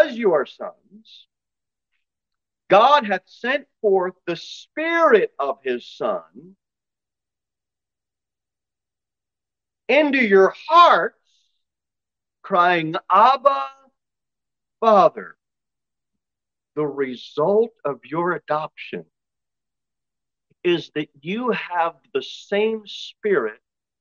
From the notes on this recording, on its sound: Sermon delivered at Pilgrim Baptist Church on Sunday, April 30, 2023, at 11:15 am.